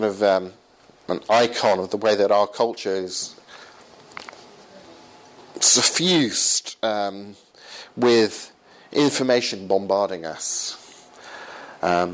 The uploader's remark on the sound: I do some of my 'That's a Good Argument' conference material with Norwegian students from Gimlekollen College on the 2015 UK study tour - with the occasional bit of Norwegian translation/explanation.